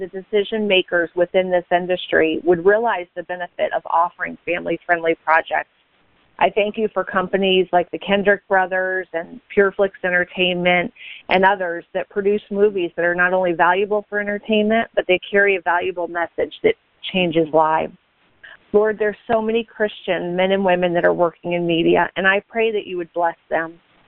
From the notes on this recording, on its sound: This was a Conference Call on the National Day of Prayer to pray for America and our families.